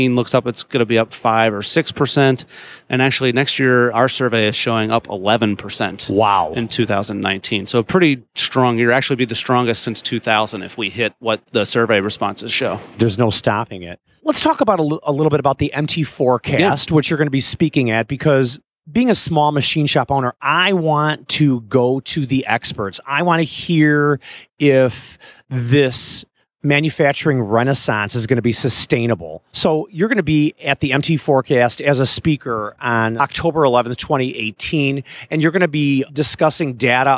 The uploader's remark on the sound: Live from IMTS 2018